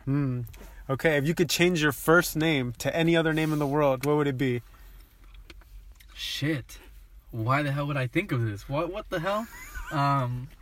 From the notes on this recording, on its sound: This episode was recorded in a car instead of a studio, but it adds some sort of character to it.